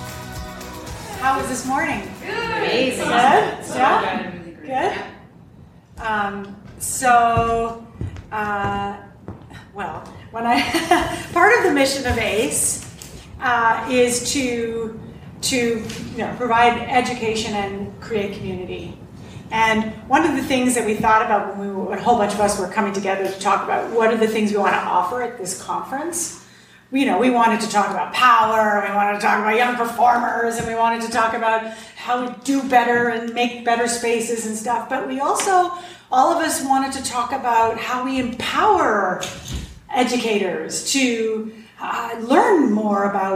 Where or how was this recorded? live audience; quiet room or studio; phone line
live audience